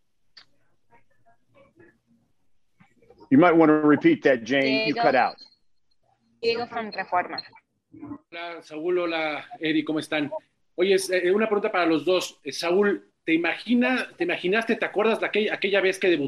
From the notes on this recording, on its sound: will hold a Zoom conference call